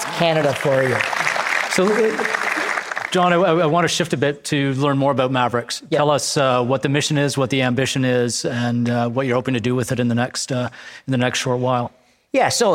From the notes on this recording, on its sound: LIVE at ELEVATE Festival. At the ELEVATE Festival in downtown Toronto — the largest gathering of creative thought leaders in Canada.